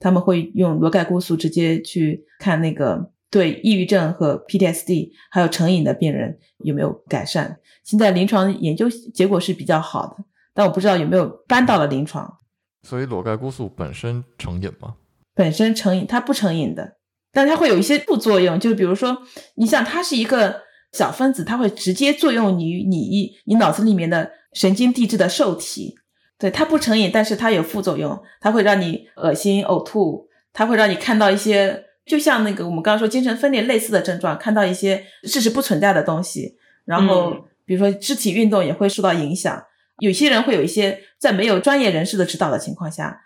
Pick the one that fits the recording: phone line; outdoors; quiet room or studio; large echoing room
quiet room or studio